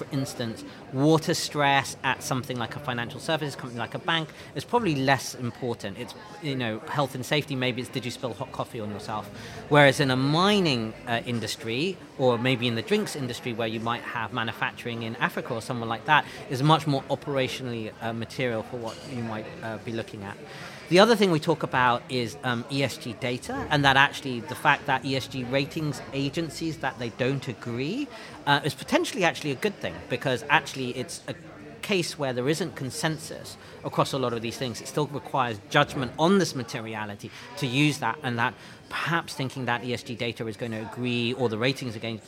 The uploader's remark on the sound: Recorded in partnership with CFA UK at their conference. Where we spoke to a number of the speakers from the event.